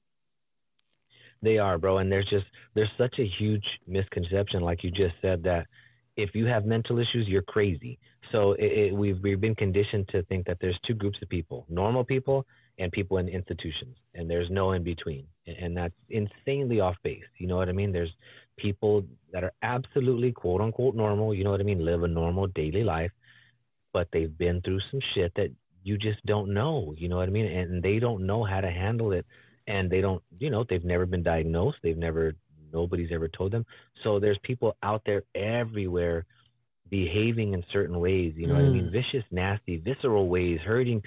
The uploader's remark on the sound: phone interview